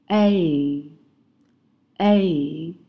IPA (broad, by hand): eɪ